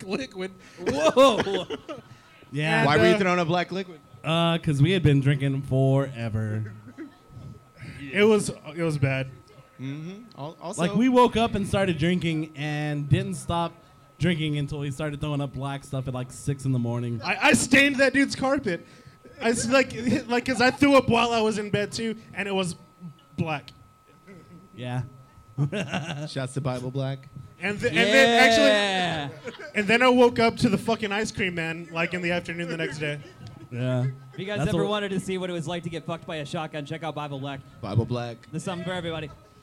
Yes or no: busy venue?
yes